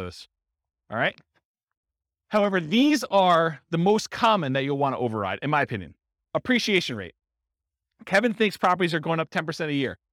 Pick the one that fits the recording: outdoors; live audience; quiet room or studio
live audience